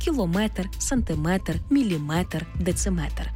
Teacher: В іншомовних словах, які позначають міри довжин, наголос падає на метр.